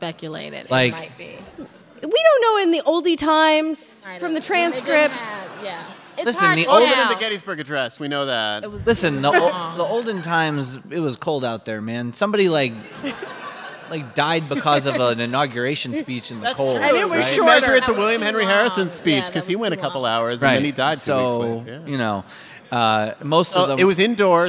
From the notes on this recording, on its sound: NPR Politics Live From Atlanta. Recorded in front of a live audience at the Buckhead Theatre in Atlanta.